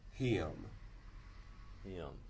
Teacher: And also in situations where, either because of stress or because of the voicing of the consonant following kit, you might get some of this lengthening that leads to what we've sometimes called a drawl